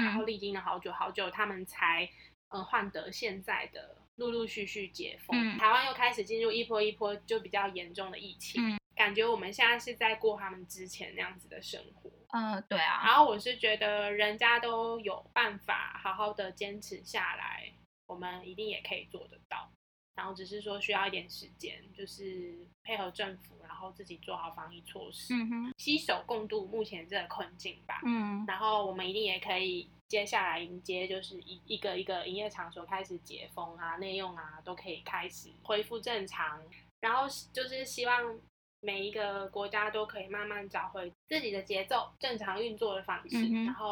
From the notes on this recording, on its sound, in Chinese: 這集是我們首次嘗試用遠距的方式完成錄音。音質和聽感可能和以往比較不同，還請大家多包涵了～。